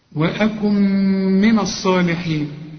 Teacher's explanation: النون أدغمناها في الميم وكأنها غير موجودة، وأكم اقفل شفايفك، وأكم كم ما تعرفش تقول كم، وأكم من الصالحين.